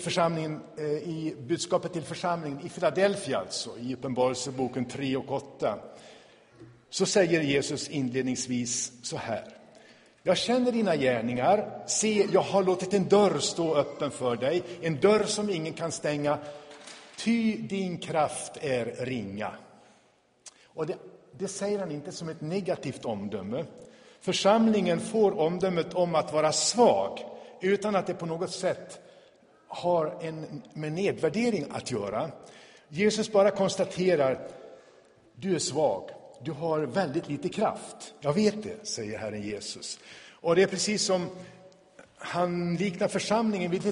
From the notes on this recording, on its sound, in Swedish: Inspelad i Tabernaklet i Göteborg 2017-05-21.